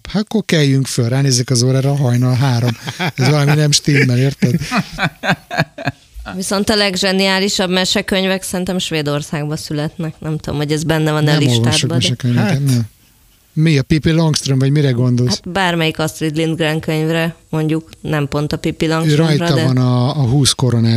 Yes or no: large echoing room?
no